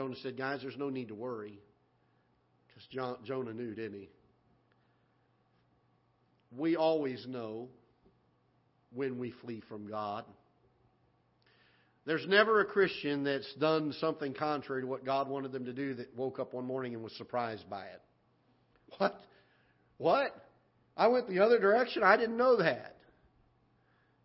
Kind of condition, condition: setting, large echoing room